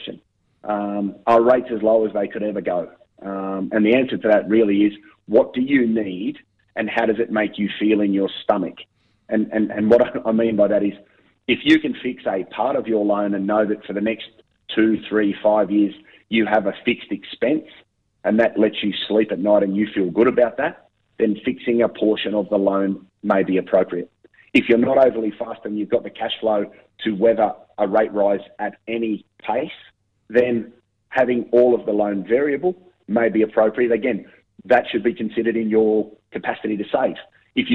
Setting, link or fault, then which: link, phone line